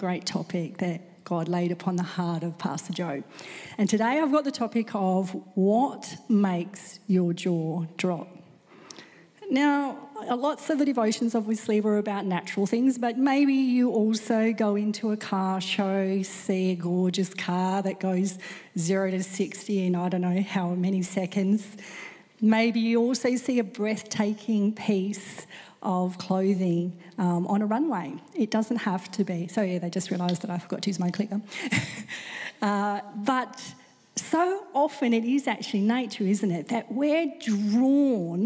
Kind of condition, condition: setting, live audience